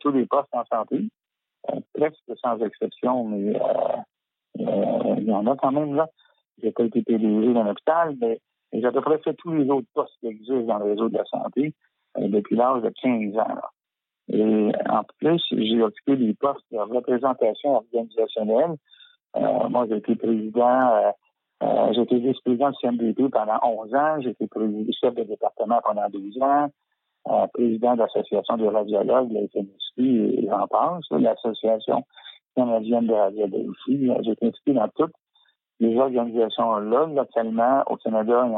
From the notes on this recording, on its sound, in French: reçoit au téléphone